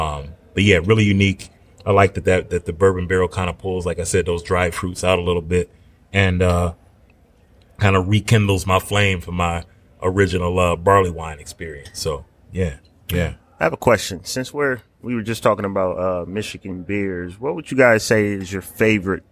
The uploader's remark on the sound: Live from One Under Craft Beer and Eats in Livonia